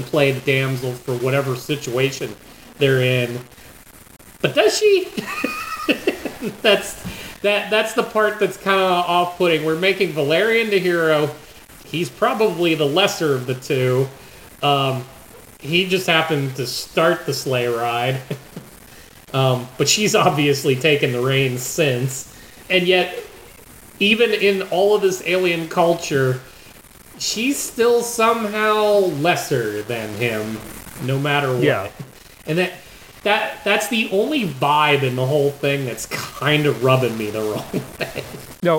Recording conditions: poor sound quality